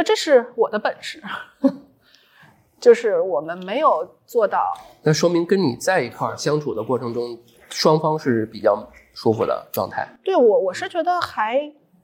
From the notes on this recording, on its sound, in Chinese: 本节目是上个月我们参加大内深夜谈谈播客网络，在阿那亚举办的「声量 the power of voice」活动，这是一个24小时不间断的声音对谈活动。因为录音的环境限制，会有杂音、回声、所以可能效果没有那么的理想。